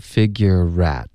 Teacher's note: figure 跟 at 我们要连读， figurerat，有一个 rat 的音连过去了，然后 at 这个字呢，我们弱读这个梅花 at 的音成一个 figure it，OK，然后 at 的这个 t 我们省略，所以这个字很可怜， at t 的音省了一半的音省了，另一个音呢，这个梅花 at 我们弱读为一个了，它几乎都已经不存在了，可是还在，老外可以听见这个 figure at 就发为 figure